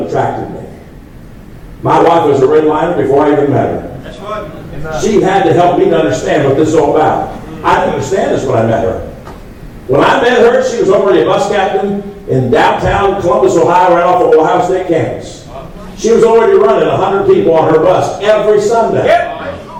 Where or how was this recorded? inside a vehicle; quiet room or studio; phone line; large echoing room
large echoing room